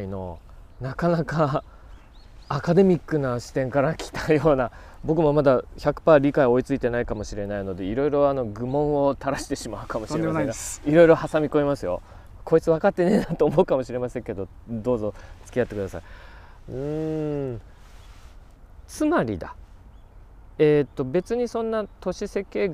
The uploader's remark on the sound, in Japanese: 収録地： 神奈川県川崎市 多摩川のほとり。本には書ききれなかった思いを川原で語った。収録地： 神奈川県川崎市 多摩川のほとり。収録機材： ZOOM F3 (レコーダー)、 ZOOM ZSG-1（マイク）。